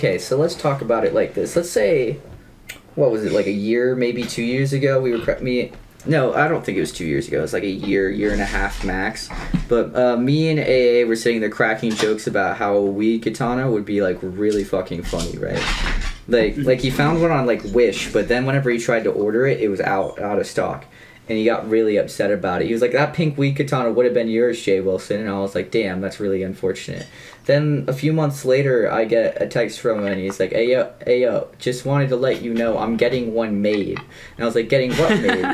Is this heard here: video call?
no